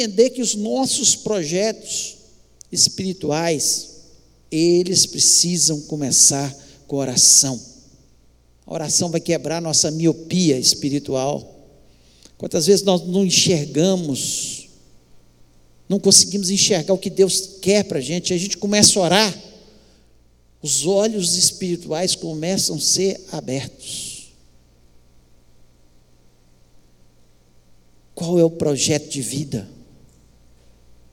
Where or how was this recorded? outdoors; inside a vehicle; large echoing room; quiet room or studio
large echoing room